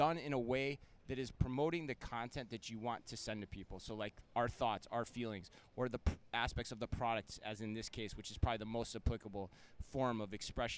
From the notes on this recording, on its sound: live from Shoptalk Europe in Barcelona